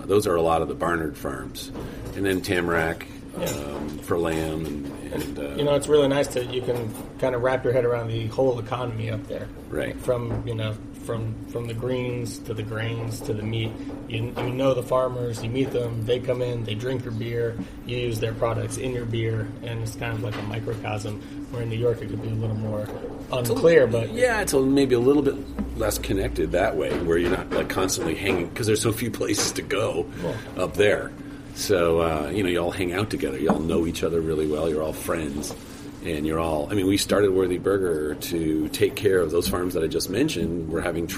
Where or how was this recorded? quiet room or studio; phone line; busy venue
busy venue